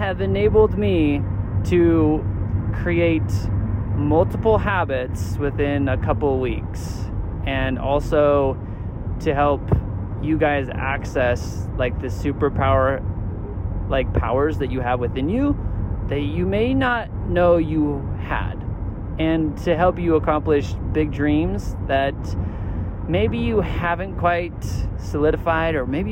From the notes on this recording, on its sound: I'm at a conference this week. This episode I broadcast live from my minivan with a special guest and friend.